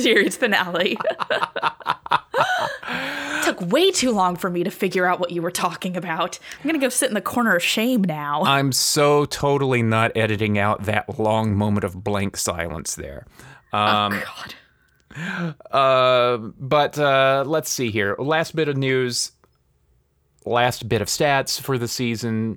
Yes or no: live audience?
no